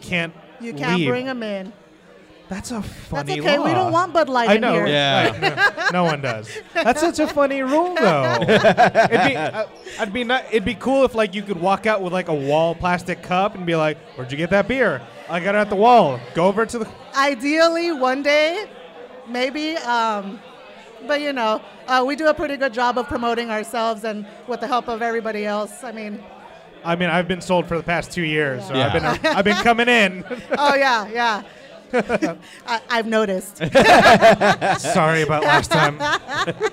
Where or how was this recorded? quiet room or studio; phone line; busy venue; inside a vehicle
busy venue